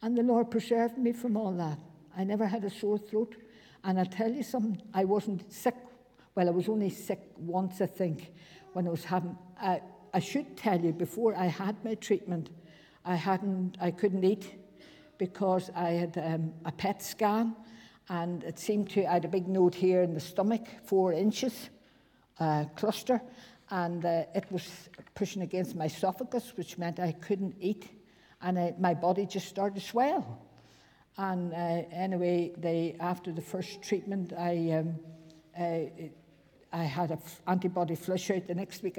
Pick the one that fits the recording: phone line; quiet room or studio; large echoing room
large echoing room